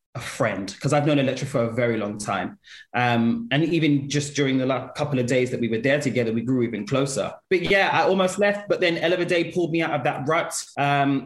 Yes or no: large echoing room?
no